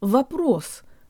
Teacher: The O in the first syllable sounds like an ah-flavored schwa.